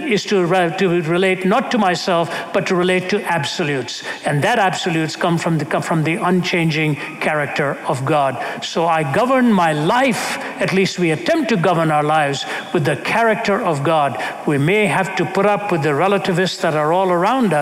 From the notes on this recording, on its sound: During a Q&amp;A series in Hamilton, Canada. During a Q&A series in Hamilton, Canada.